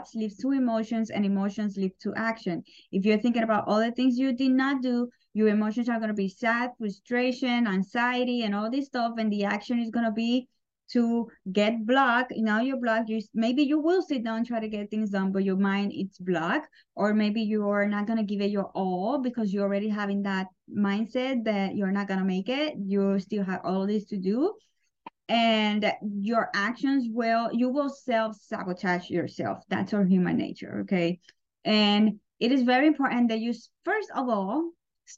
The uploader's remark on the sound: Today I am sharing a quick live call we did on our "Unapologetic Club".